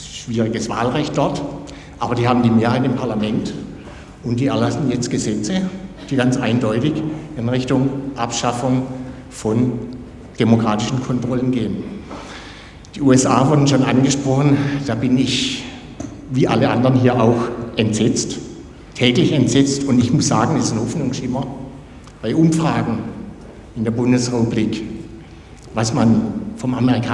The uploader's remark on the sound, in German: fand im Audimax der Uni Freiburg eine Podiumsdiskussion